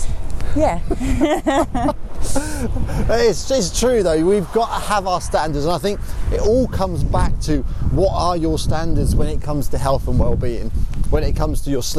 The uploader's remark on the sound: walking podcast